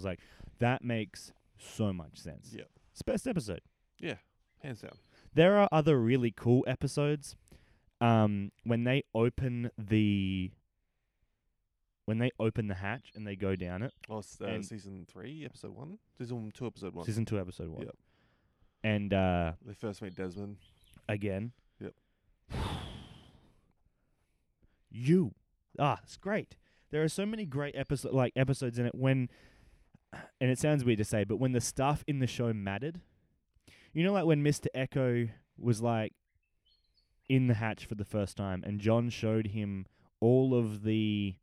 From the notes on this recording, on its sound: a couple of mics and the midnight air